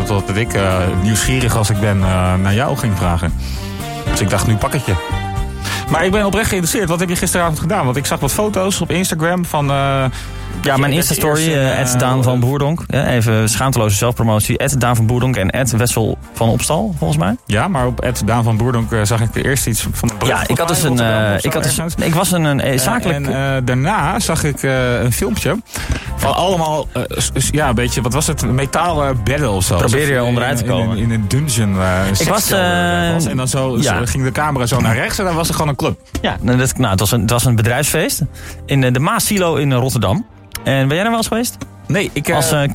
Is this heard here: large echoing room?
no